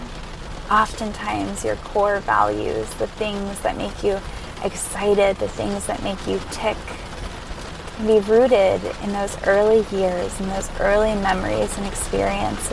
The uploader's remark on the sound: recorded in her car during a rainstorm